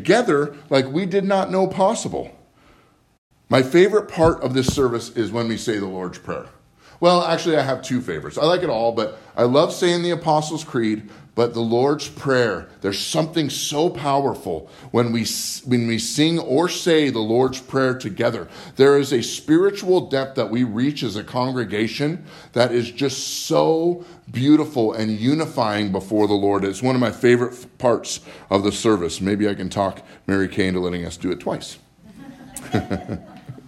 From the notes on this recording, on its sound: Live From Living Word Lutheran Church